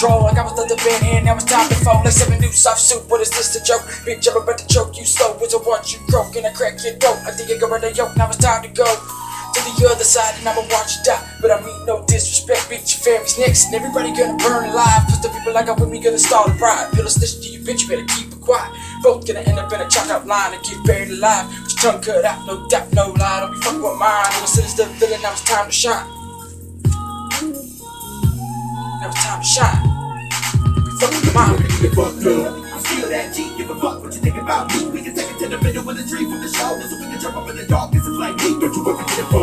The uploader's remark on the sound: One Take Phone Rec.